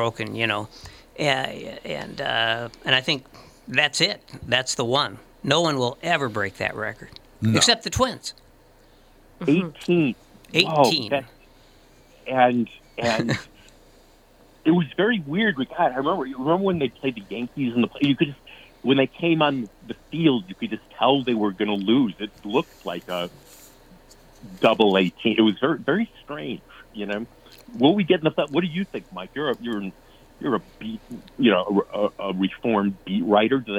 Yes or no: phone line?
yes